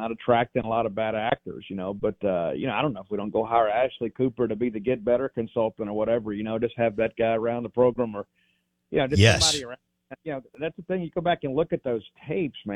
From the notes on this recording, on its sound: Joins the show on the Farm Bureau guest line talking about the biggest weaknesses for MSU football live in the BankPlus Studio.